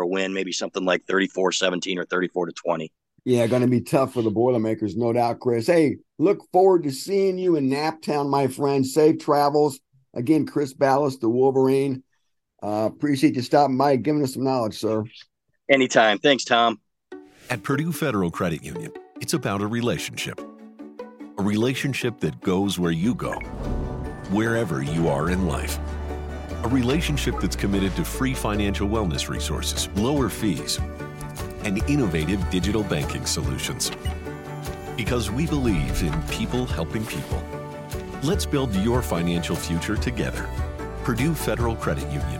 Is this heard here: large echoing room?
no